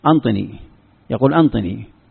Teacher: إذا أراد يقول أعطني ماذا يقول؟ أنطني، يقول أنطني، يبدل العين نونا. هذه موجودة حتى الآن موجودة، هذه لهجة من لهجات العرب.